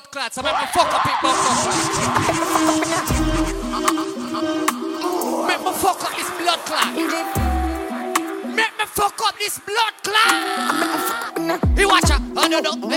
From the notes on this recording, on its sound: LIVE AUDIO SET FROM ISLAND BREAKOUT KAVOS 2023